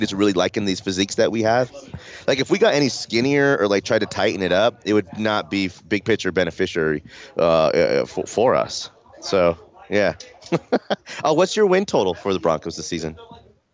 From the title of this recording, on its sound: LIVE from Broncos training camp